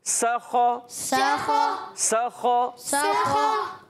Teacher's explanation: سین کو باریک رکھنا ہے، خا کو پر کرنا ہے